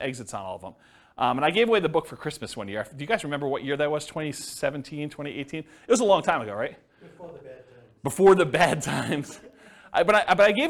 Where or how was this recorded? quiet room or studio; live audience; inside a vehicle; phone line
live audience